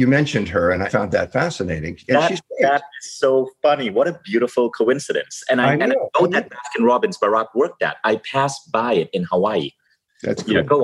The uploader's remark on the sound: In this live call